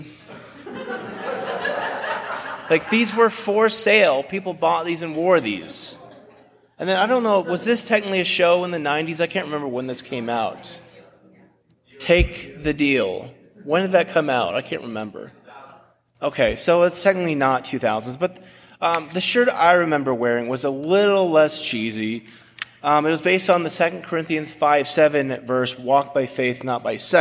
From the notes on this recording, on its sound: A message delivered at Washington Park United Methodist Church